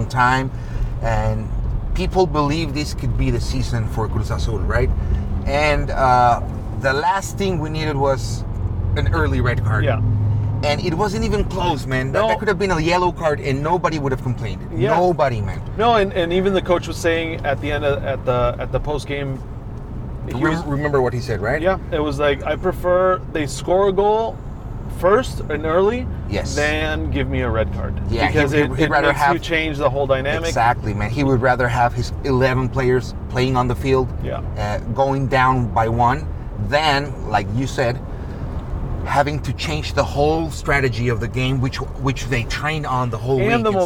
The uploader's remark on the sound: We recorded this episode while driving in San Diego.